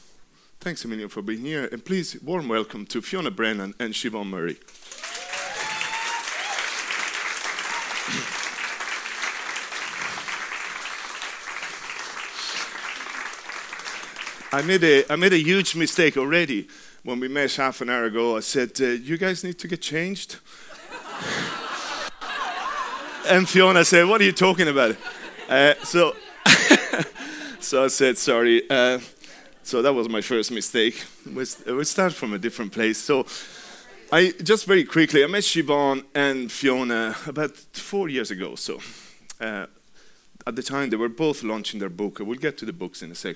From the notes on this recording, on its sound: Recorded live at The Whale Theatre in Greystones, Co. Wicklow, Ireland.